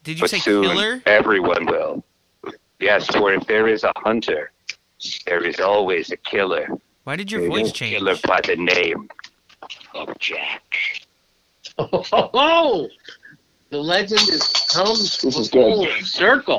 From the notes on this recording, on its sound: The gang gets together over the phone lines from various locations and is joined by a special guest.